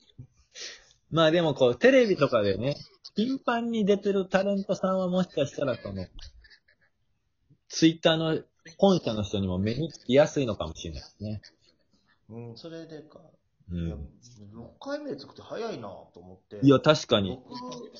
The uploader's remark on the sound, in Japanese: 今回はRadiotalkのテスト用のサービスで、リモート配信で録音してますので声が返って来るように聴こえてますが。公園収録。